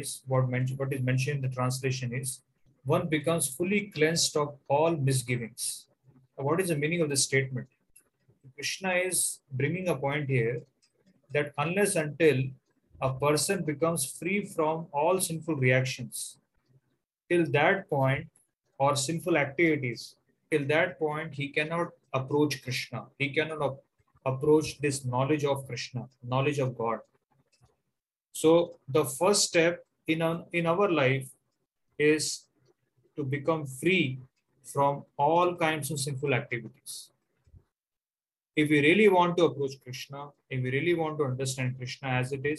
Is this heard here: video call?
yes